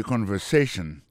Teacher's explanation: accent tombé sur avant-dernier syllabe là